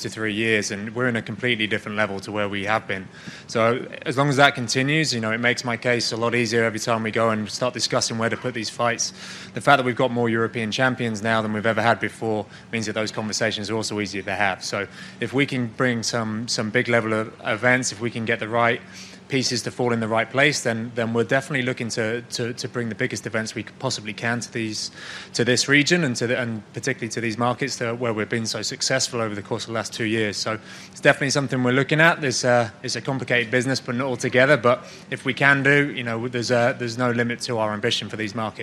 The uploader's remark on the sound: record this week's show live from Octagonside at UFC Fight Night: Mousasi v Hall 2 in Belfast, Northern Ireland